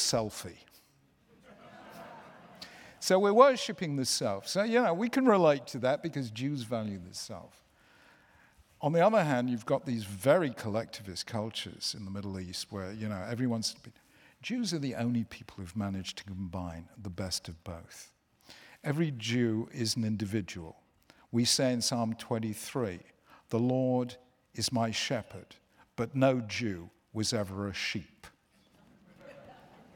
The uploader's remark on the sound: This event took place in New York as part of 92nd St Y’s ‘7 Days of Genius’ festival.